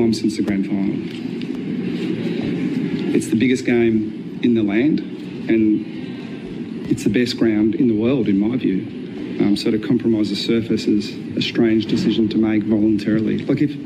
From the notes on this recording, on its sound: On location this morning at Harbour Town Shopping centre looking after an Audi G5 thanks to Audi Solitaire.